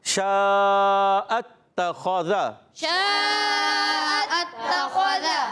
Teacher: خا کا مخرج ہے حلق کا اوپر والا حصہ، غین اور خا حلق کے اوپر والے حصے سے ادا · اس میں ایک صفت پائی جاتی ہے جس کو کہتے ہیں تفشی، یعنی منہ میں آواز کا پھیل جانا